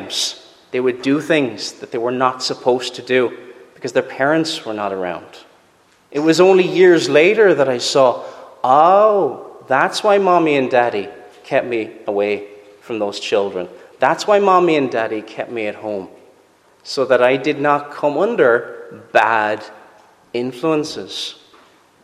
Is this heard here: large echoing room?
yes